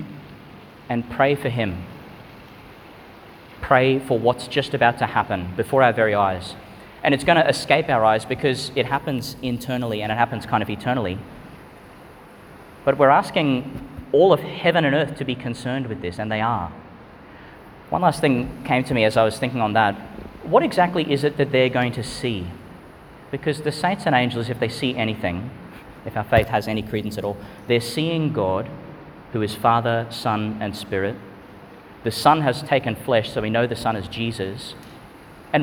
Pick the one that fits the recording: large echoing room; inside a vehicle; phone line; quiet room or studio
large echoing room